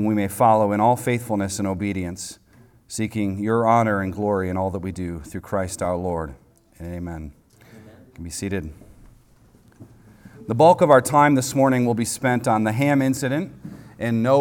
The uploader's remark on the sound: recorded on Sunday, April 23rd, 2023, at the weekly worship gathering of Cross & Crown Church.